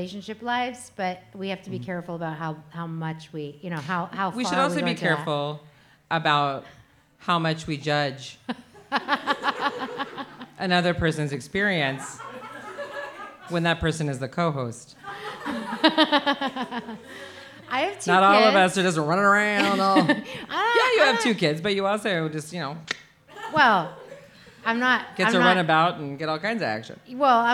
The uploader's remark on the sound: Live From Kelly's Olympian